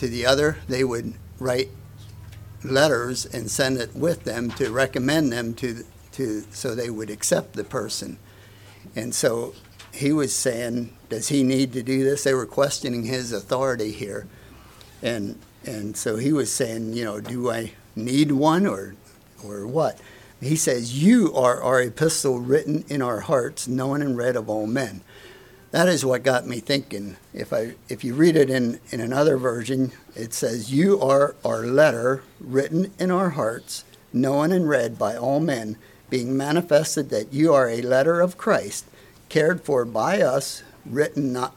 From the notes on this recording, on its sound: Message preached at Word of Hope